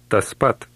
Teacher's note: The P in Lithuanian is pronounced less explosively than in English.